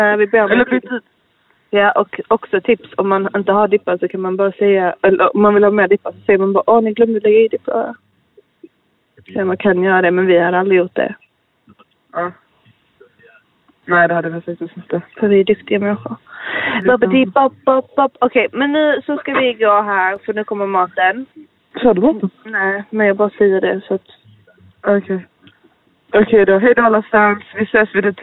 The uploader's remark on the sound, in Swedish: vanliga, härliga människors telefonsamtal